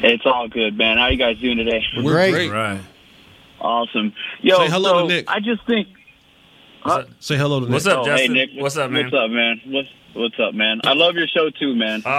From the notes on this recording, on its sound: fan phone calls